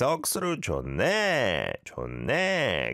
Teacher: Go up at the end to sound like a real Busanite.